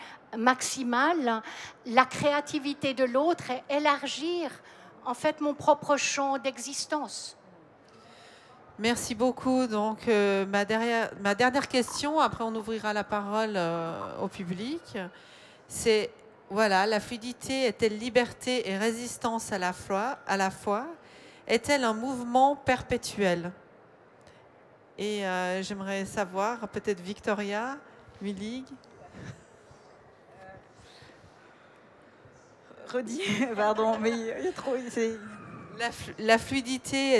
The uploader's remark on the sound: A series of four live round tables that took place in the art fair artgenève in early March 2022. This episode is part of a series of four live round tables that took place in the art fair artgenève in early March 2022. They took place in French.